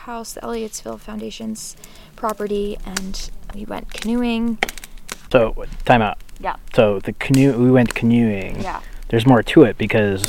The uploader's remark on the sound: This conversation was recorded while sitting around the fire on a gorgeous July evening at Lily Bay Campground on Moosehead Lake.